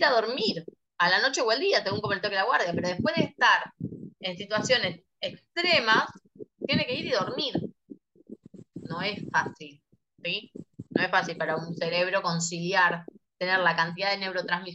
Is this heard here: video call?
yes